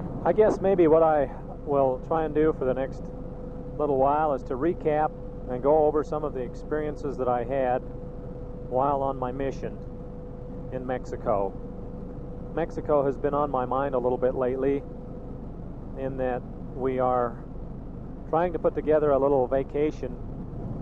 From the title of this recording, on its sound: Driving Home from work